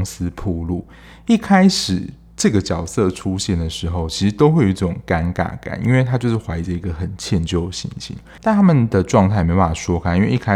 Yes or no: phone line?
no